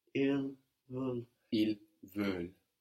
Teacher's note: The ENT on the end of verbs isn't pronounced, no, but it does make us hear that L.